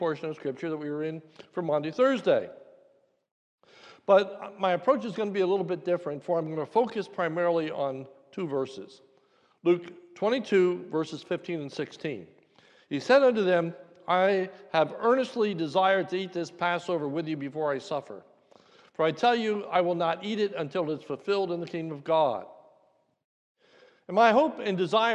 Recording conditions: large echoing room